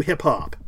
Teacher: It opens with a higher note, and it closes with a lower note.